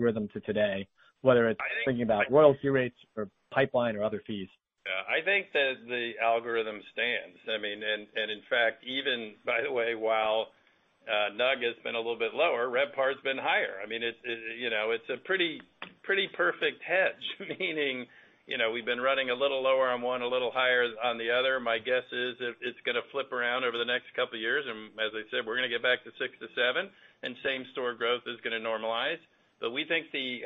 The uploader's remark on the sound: Q2 2023 Earnings Call